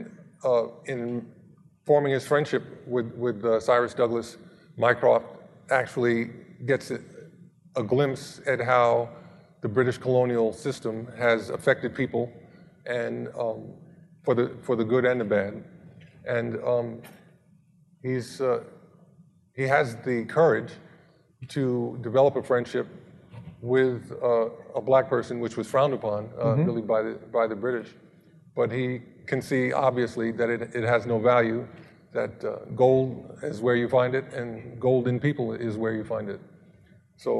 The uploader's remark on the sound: Live at Mason